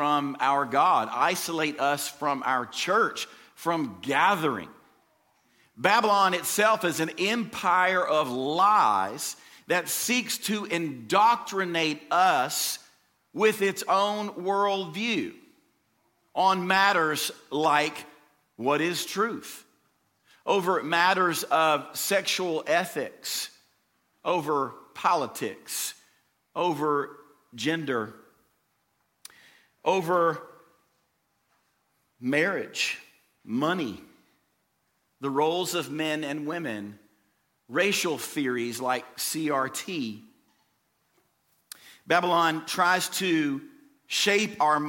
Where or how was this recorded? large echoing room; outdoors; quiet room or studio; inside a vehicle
large echoing room